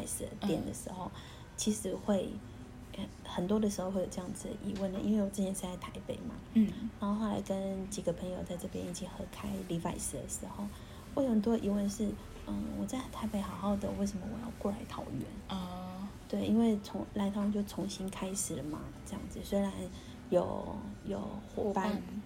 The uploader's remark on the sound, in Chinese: 本集因錄音場地限制，背景音較大，請見諒